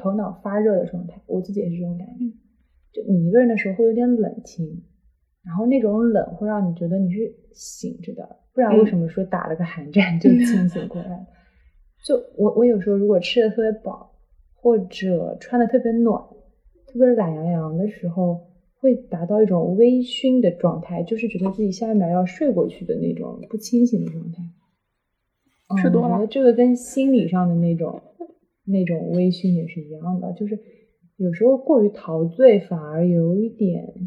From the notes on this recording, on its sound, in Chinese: 本期音质确实不佳